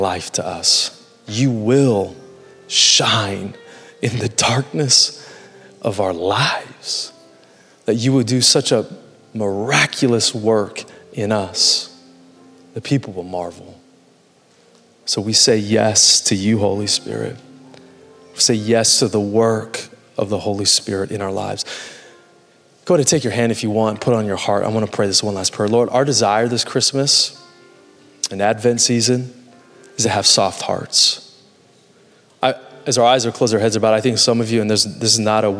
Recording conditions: large echoing room